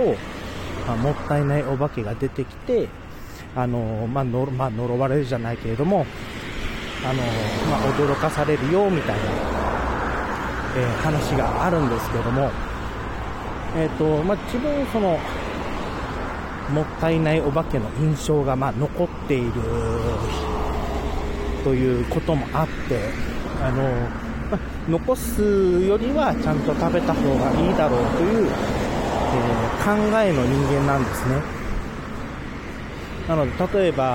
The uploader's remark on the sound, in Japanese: Radiotalk。散歩？ウォーキング？しながらポケ活しつつ、風切り音対策しながらまとめて収録したもの。